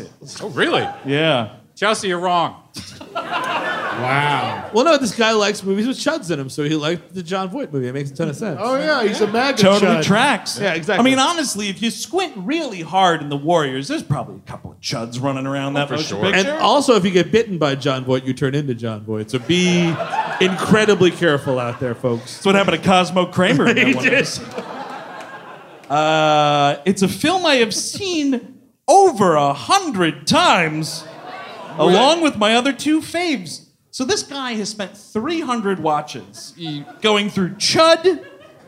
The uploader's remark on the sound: C.H.U.D. (Live in Brooklyn). The gang is live from the Bell House in Brooklyn. Live on stage.